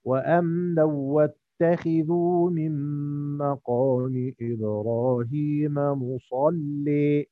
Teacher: يبقى تركنا غنة الإدغام وميلنا مصلي · Term: ترك غنة الإدغام